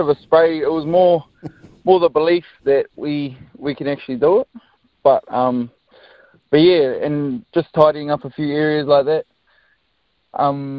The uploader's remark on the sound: was all smiles on the phone this morning